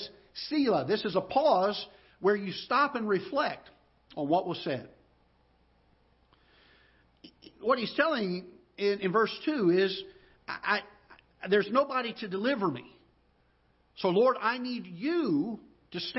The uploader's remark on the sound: Ketha Heights Baptist Church ~ Live Broadcast